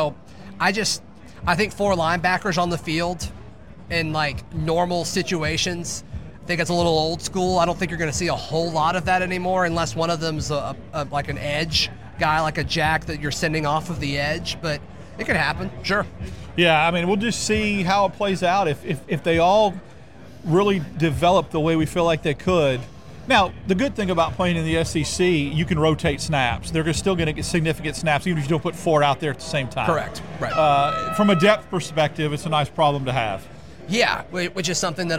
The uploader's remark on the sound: recorded live from the Senior Bowl